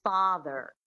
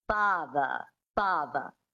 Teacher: you drop the R and you make it a schwa · Shown in: second take · which is a phonetic symbol for an unstressed syllable, like a primitive grunt. · Term: transatlantic accent